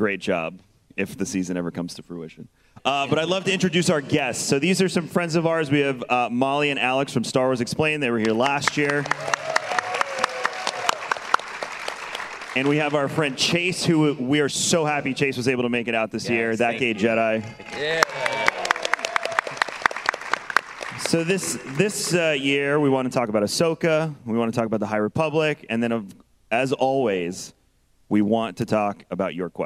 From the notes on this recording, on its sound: Live from GCX. Gaming Community Expo.